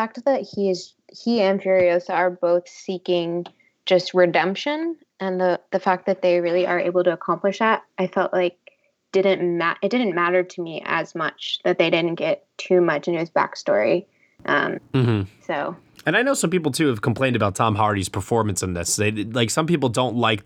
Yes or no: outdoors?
no